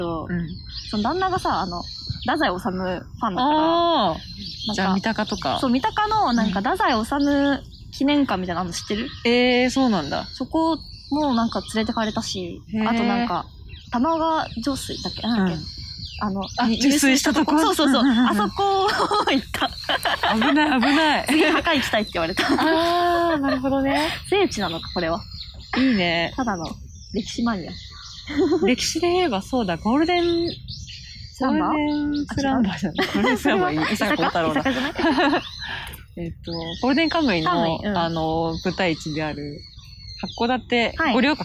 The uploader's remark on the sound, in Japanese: 公園収録。初のリアル収録。公園で収録しました！鳥のさえずり（喚き声）・おじいちゃんの雑談・猫の横断注意！